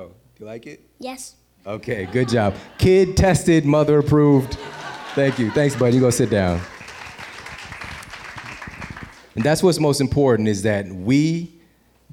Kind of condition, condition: setting, live audience